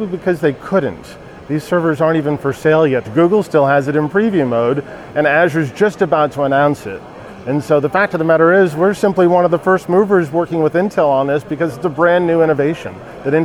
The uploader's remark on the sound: Live from the Greenroom: Intel Innovation 2023